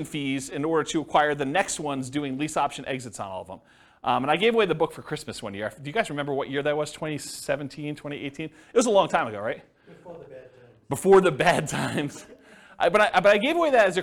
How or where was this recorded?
live audience